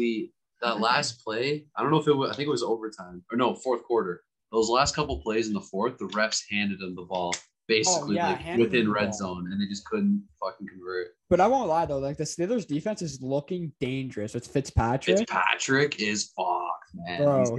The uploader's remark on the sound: The boys are finally back but on zoom